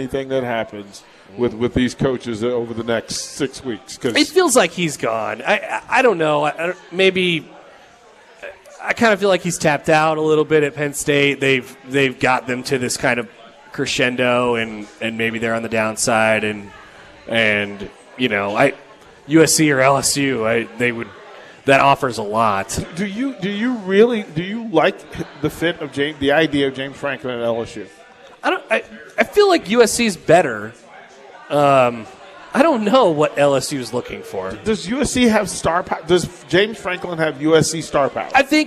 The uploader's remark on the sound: Live from Upside Bar and Lounge (27th & Pine Lake)